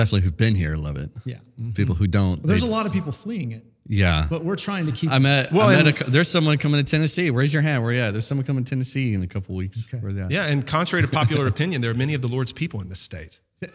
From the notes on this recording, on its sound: podcast from the January 2024 Theocast/AG Radio Conference